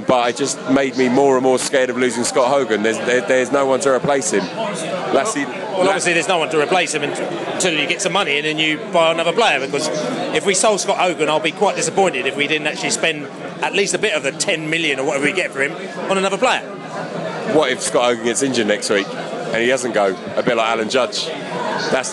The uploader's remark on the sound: post-match podcast from the pub